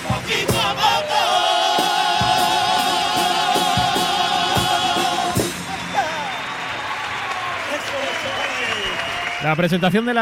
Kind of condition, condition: setting, live audience